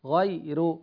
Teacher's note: الراء في غير مرققة لكن الغين مفخمة، يعني لا أقول غير، غير خطأ، أقول غاء الغين مفخمة غاء وبعدين أرقق الراء غير هكذا.